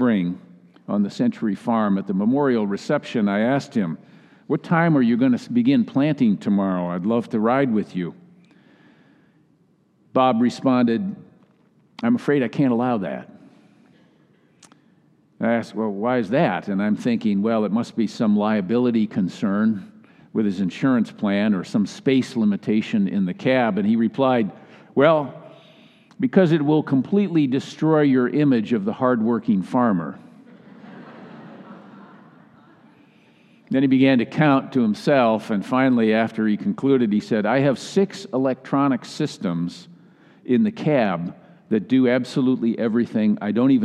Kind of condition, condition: setting, large echoing room